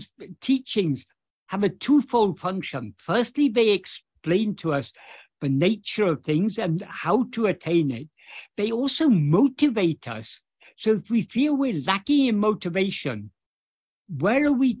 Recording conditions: video call